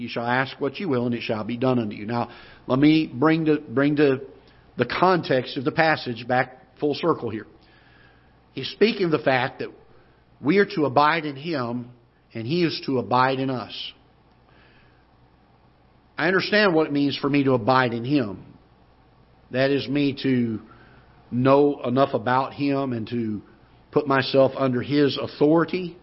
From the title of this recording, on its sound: Ketha Heights Baptist Church ~ Live Broadcast